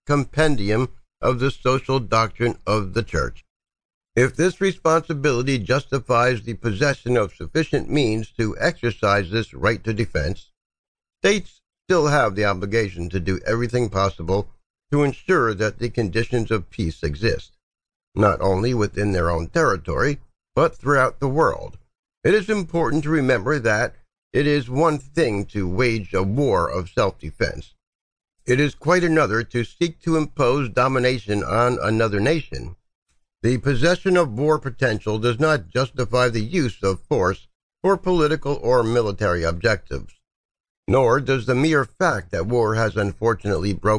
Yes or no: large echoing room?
no